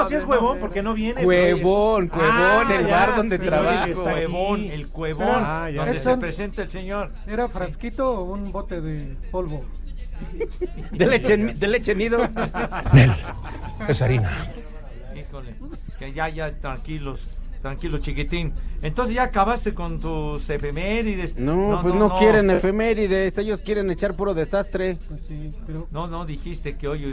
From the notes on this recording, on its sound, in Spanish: Espacio Deportivo de la Tarde desde el FanFestival de la Ciudad de México.